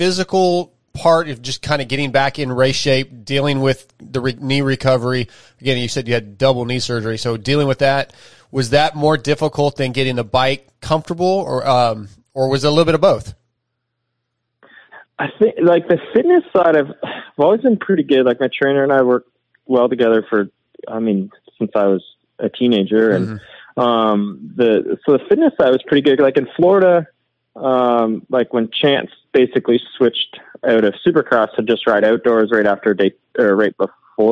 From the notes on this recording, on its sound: will be on the phone